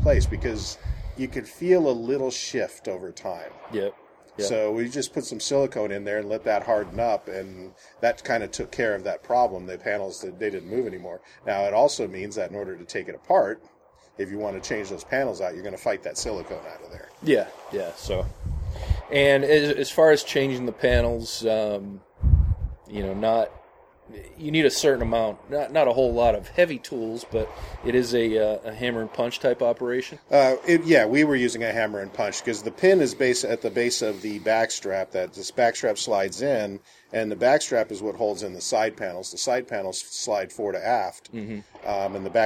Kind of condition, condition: setting, outdoors